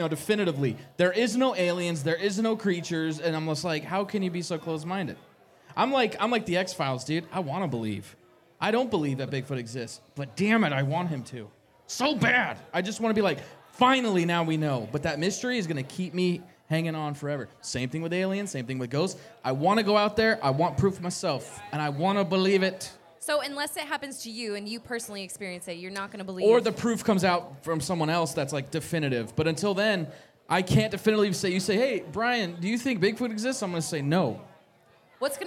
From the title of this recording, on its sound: LIVE from Scaredycon at Taproom-120